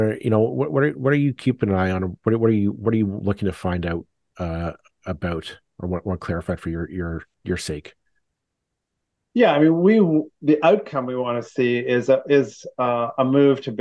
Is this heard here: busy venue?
no